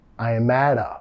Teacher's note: vinculando con la R suave de español